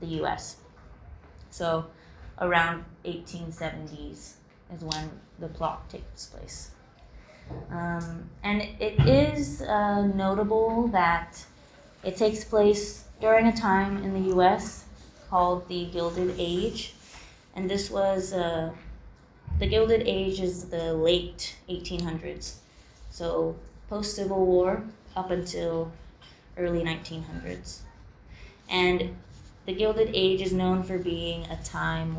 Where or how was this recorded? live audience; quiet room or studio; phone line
live audience